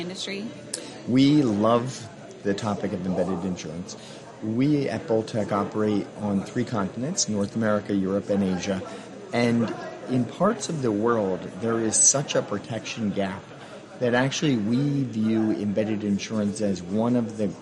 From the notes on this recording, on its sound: from the annual Insurtech Insights conference held in June in New York City